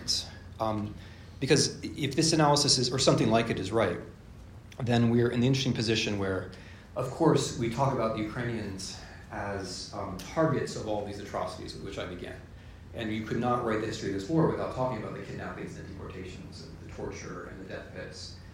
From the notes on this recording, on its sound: This is a lecture I delivered yesterday (6 April 2023) at Princeton University, in a series devoted to the European Union, and in the presence of colleagues who study Europe as social scientists and historians (and I was impressed by how many turned up!).